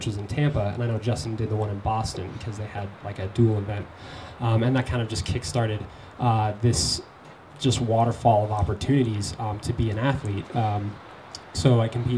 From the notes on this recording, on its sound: JumpFEST 2018 Panel Discussion. A panel discussion from the parkour event JumpFEST 2018.